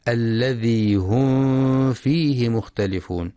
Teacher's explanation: وفي قوله سبحانه الذي هم فيه مختلفون، من الأحكام التجويدية التي ينبغي مراعاتها في هذه الآية الإظهار الشفوي، الميم الساكنة بعدها حرف الفاء، فلا يقرأ بإخفاء الميم. الذي هم فيه مختلفون، يقول صاحب التحفة: واحذر لدى واو وفاء أن تختفي لقربها والاتحاد فاعرفي.